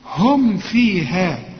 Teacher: خد بالك من الميم دي اوعى تغنها، وبالذات إذا جت جنب فاء